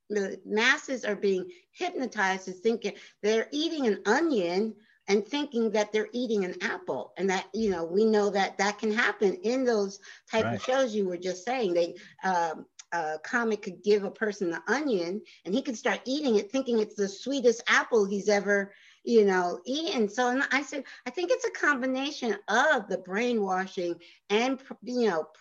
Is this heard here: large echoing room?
no